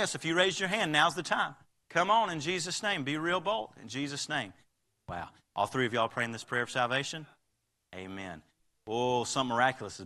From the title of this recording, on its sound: Live Service